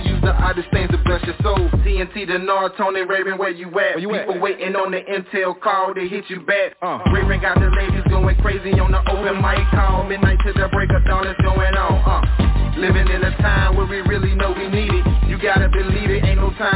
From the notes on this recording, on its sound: TNTSuperfantastic Conference Call